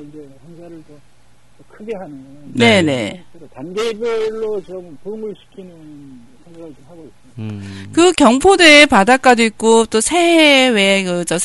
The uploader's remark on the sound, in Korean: 전화인터뷰. 강릉사랑, 초당라디오TV.